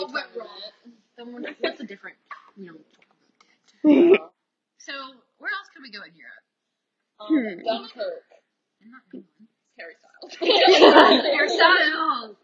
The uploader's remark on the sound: It’s our first group chat but we r working to get better audio.